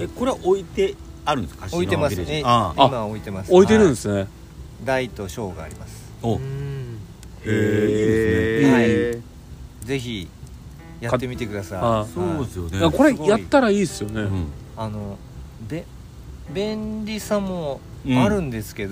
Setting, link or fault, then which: setting, outdoors